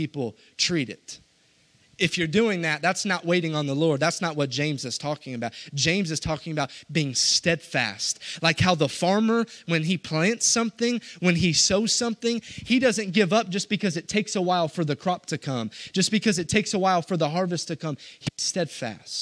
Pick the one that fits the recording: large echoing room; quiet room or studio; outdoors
large echoing room